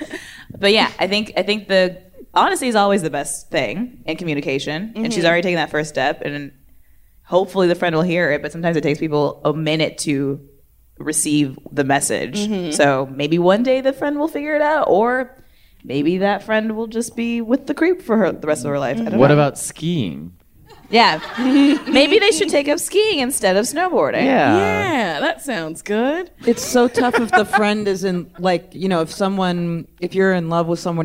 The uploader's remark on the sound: Recorded LIVE at the 2019 Just For Laughs festival in Montreal.